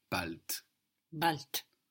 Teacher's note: Bald is spelled B-A-L-D. A D on the end of the syllable in German is pronounced more like a T. So B-A-L-D, but what we hear is bald.